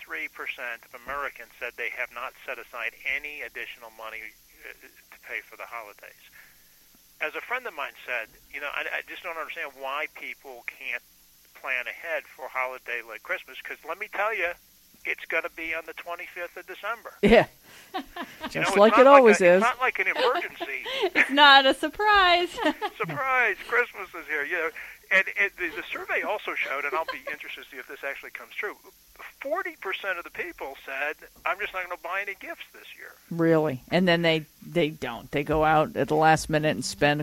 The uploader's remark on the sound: Called in and talked with us.